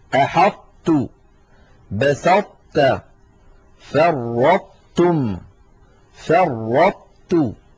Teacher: نرى على الشاشة الإدغام الناقص هو إدغام حرف قوي الصفات بحرف أضعف منه، بحيث تبقى الصفة القوية ظاهرة، ومن تلك الصفات صفة الإطباق، وذلك عند إدغام الطاء في التاء